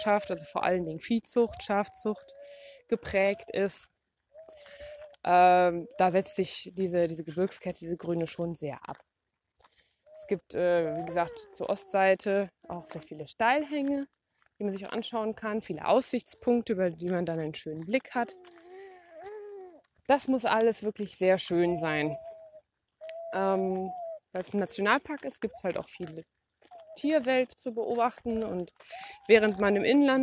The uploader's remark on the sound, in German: Eine Folge live aus dem Grampians National Park, VIC